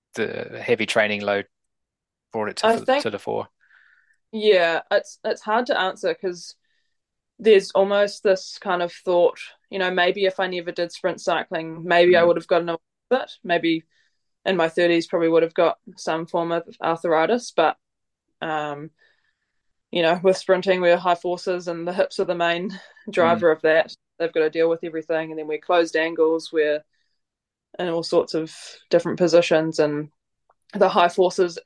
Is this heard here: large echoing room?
no